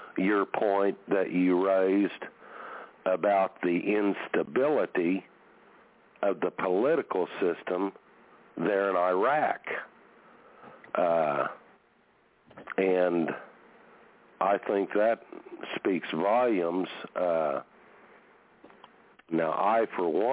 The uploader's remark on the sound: TNTSuperfantastic Conference Call